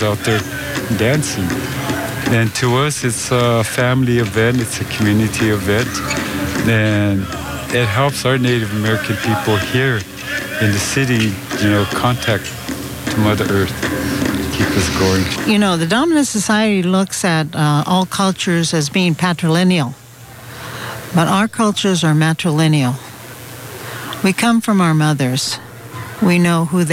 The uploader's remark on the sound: Sounds we recorded at the 27th annual Indigenous People’s Day Pow Wow right here in Berkeley. On tonight’s show we’ll share sounds we recorded at the 27th annual Indigenous People’s Day Pow Wow right here in Berkeley.